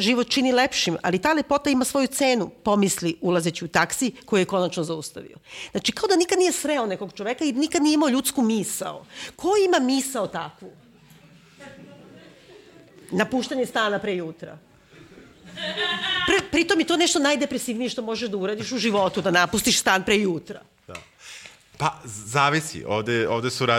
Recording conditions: live audience